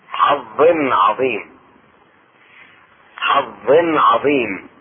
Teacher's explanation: التنوين تظهر عند العين